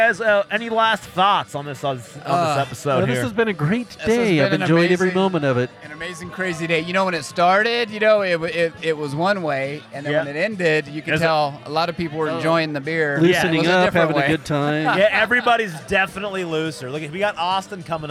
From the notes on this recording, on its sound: This cast goes live from Shaver Lake Brewfest. Grab a beer and join us behind the booth!